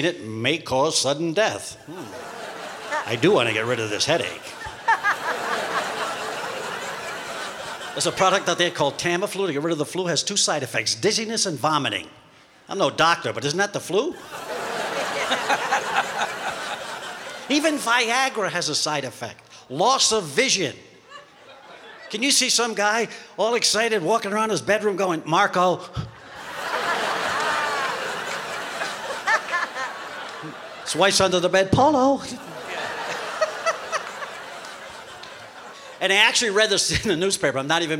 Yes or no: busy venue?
yes